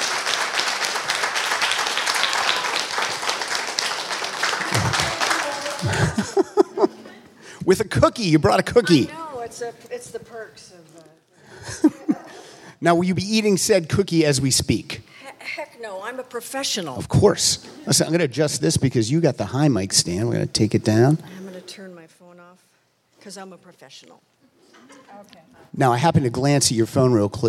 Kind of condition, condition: setting, live audience